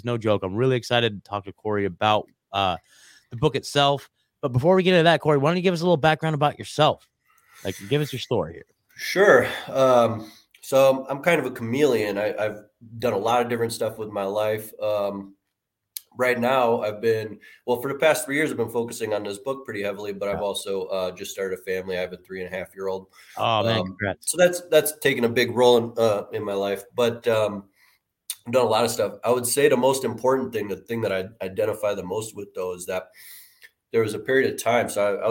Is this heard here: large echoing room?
no